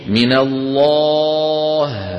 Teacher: عند الهاء عودوا بأفواهكم إلى وضعها الطبيعي، ولا تنطقوا الهاء وفمكم مفتوح فتخرج الهاء مفخمة